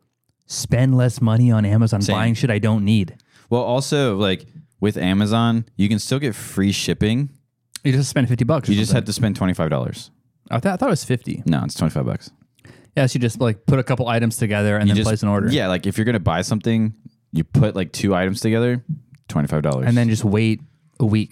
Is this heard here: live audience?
no